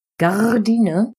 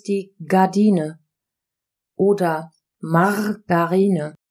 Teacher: Also das R ist nicht hörbar, wenn ein A davor ist und das in der Wortmitte. · Shown in: second take